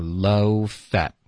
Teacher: fat 的 t 我们也省略